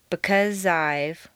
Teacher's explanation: In because I've, the Z sound at the end of because and the I sound of I blend together smoothly · Term: Liaison